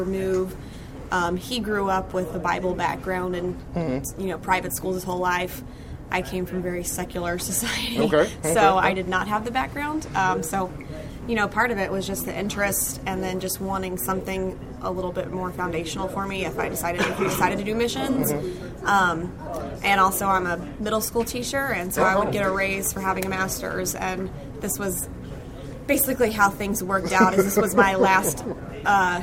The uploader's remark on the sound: Recorded at the seminar. I also have the privilege to catch up with a few people at the seminar.